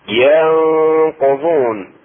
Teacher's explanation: إخفاء النون الساكنة عند القاف